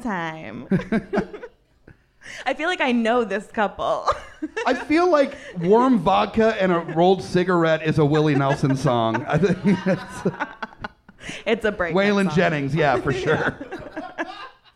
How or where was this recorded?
live audience